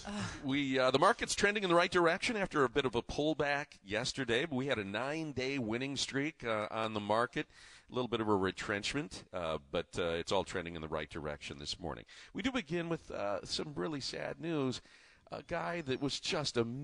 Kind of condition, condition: setting, busy venue